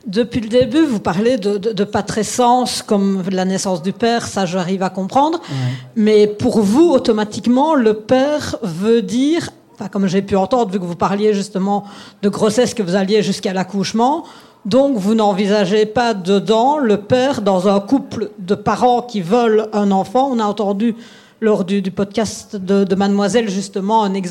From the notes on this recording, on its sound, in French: Episode live lors du festival Podbxl. BXL pour y partager un épisode en live, en ligne et avec public en présentiel.